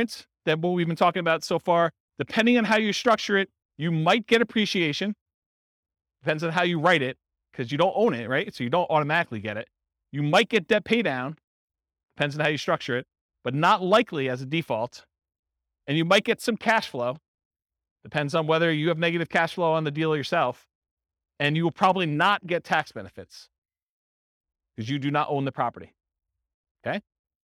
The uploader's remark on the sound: In Palm Bay, Florida. This was a live class recorded to give investors a solid qualitative overview of all the different real estate investing strategies.